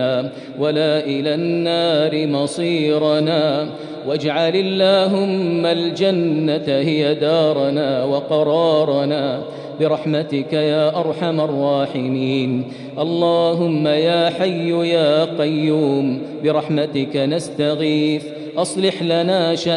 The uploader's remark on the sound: Arabic Audio Recitation: 20th Ramadan 2020 Taraweeh Prayer in Masjid Al Haram, Makkah, Saudi Arabia.